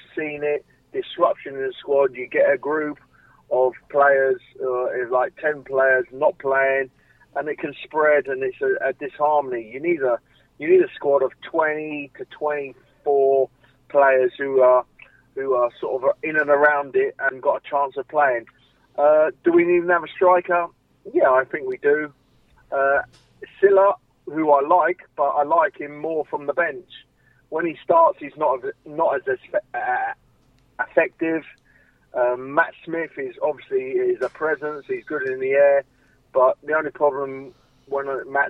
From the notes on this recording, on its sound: On the phone